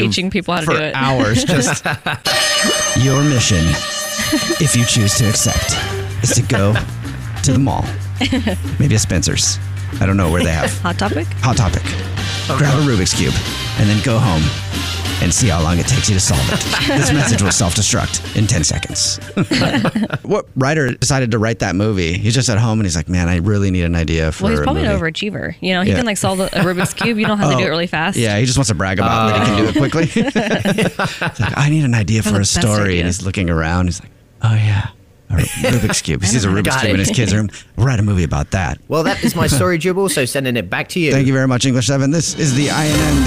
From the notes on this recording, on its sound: A Phone Prank